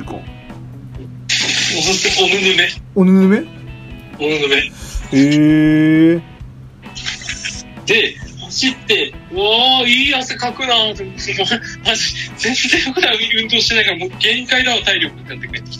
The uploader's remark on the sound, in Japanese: 録音機材：iPhone7